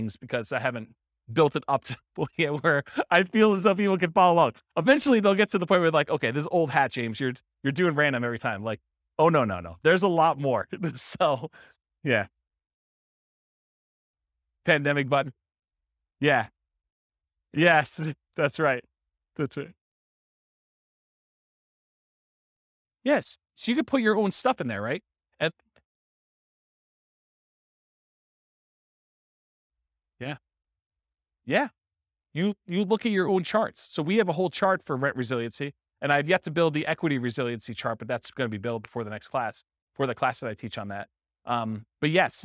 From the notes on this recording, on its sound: This was a live class recorded